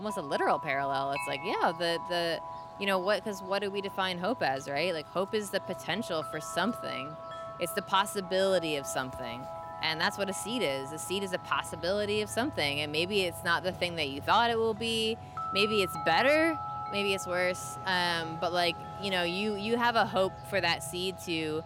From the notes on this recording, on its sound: SeedBroadcast asked folks at the 2022 Smithsonian Folklife Festival X Earth Optimism Festival.